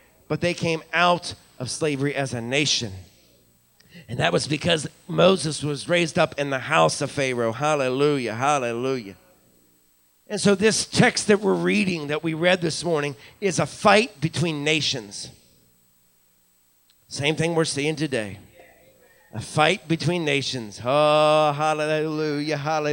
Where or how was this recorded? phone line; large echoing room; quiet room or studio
large echoing room